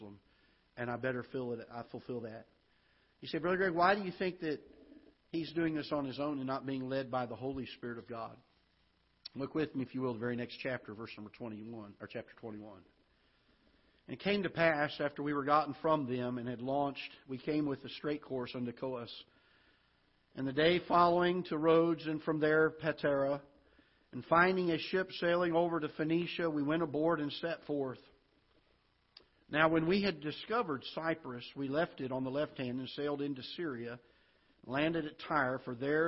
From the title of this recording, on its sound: Ketha Heights Baptist Church ~ Live Broadcast